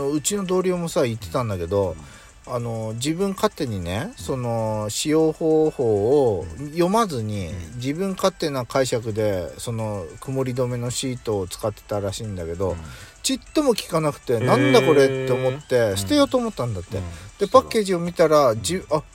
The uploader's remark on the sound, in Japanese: パーキング収録